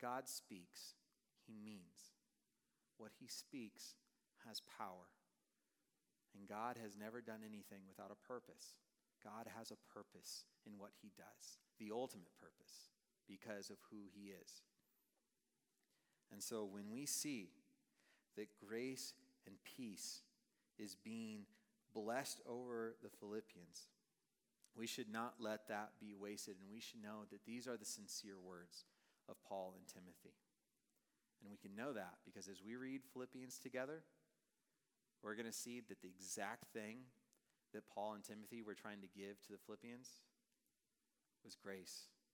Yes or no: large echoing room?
yes